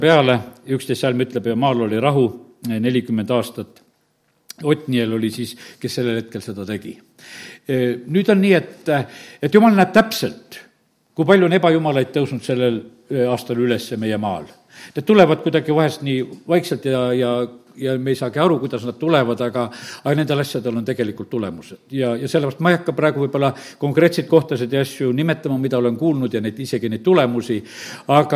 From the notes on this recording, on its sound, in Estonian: Audio salvestus koosolekult